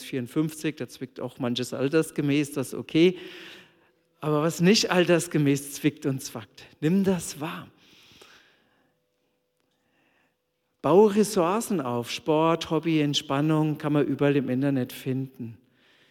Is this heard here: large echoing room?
yes